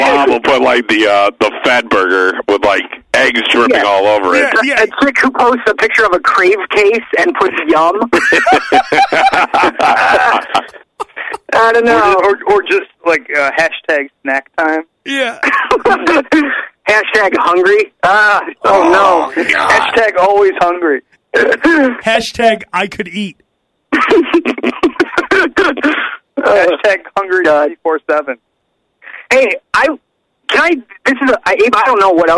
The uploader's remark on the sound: voice on the phone